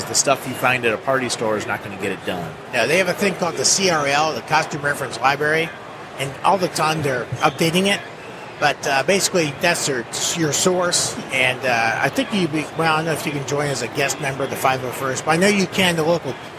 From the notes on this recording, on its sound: Live at Motor City Comic Con with the 501st Legion. Live episode at Motor City Comic Con.